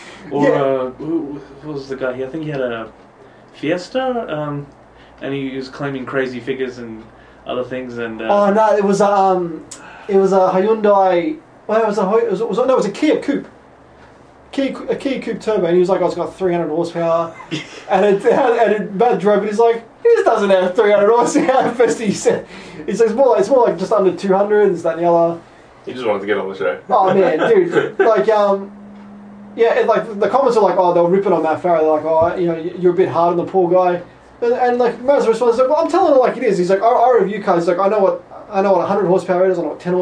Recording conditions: poor microphone